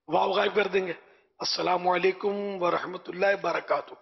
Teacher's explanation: جلدی جلدی میں کیا کیا بول جاتا ہے، واو غائب کر دیں گے